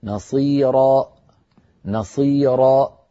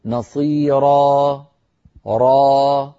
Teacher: سأعيد، نصيرا نصيرا، والصواب أن أقول نصيرا را، فأترك الوترين الصوتيين بعيدين عن بعضهما قليلا، بحيث يمر منهما الصوت ويتلاشى صوت الألف ويخمد شيئا فشيئا · Shown in: second take · أما أن ينبتر مباشرة بإقفال الوترين سيؤدي هذا إلى خروج همزة ولا يصح. · أقفلت الوترين الصوتيين في الحنجرة، تعمدت إقفال الوترين الصوتيين فخرجت همزة. سأعيد، نصيرا نصيرا، والصواب أن أقول نصيرا را، فأترك الوترين الصوتيين بعيدين عن بعضهما قليلا، بحيث يمر منهما الصوت ويتلاشى صوت الألف ويخمد شيئا فشيئا.